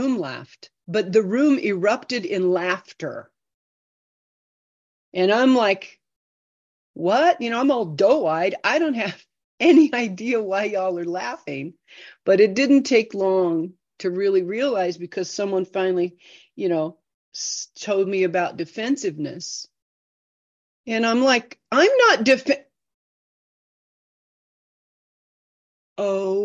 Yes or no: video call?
yes